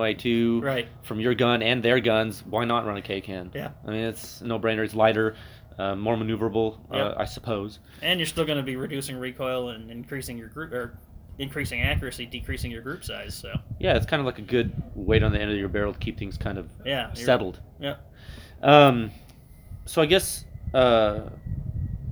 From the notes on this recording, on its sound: This audio is un-ediited, it was recorded outdoors with my phone sitting on a table, and there is some wind noise.